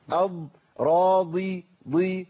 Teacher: نفس المخرج ما تغيرش عندي وأنا بجيب الضاد المكسورة عن الضاد الساكنة